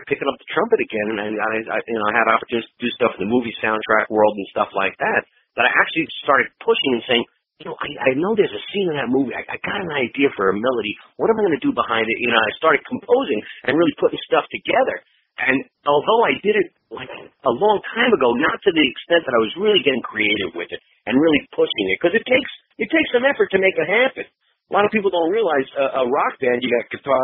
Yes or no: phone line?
yes